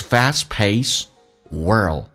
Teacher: fast 的 t 去掉，但气流不要阻塞，因为前面是一个辅音。 It is fast pacedworld， L 这个发音特别难发，抬起来抵住你的上齿龈，在你上牙齿后面一点点， world.